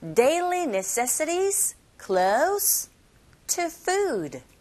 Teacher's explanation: 쉼표로 나열되어져 있는 단어들을 발음하실 때 억양은요, 올라가고, 올라가고, 맨 마지막 부분에 내려가고, 억양 자체가 그렇게 변하게 됩니다.